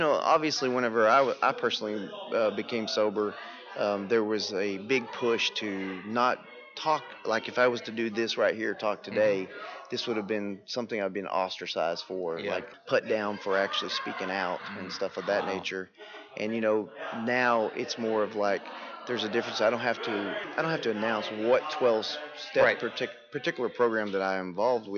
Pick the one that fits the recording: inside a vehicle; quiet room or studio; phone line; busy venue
busy venue